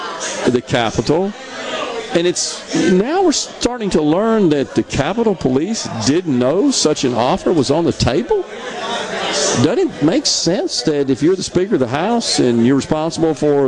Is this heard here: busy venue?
yes